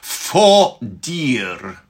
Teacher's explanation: make sure the V is pronounced as an F there.